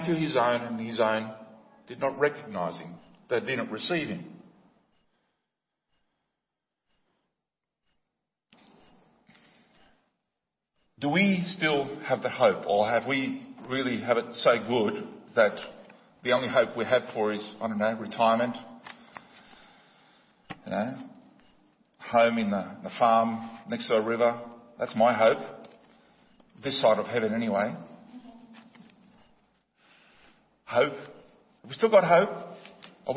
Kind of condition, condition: setting, large echoing room